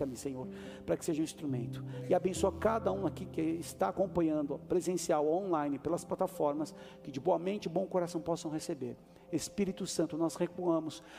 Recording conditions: large echoing room